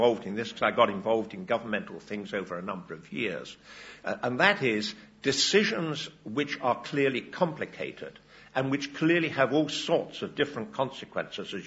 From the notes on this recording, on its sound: OUSAâ€™s 2008 Annual Conference was held in the old lecture theatre, Walton Hall.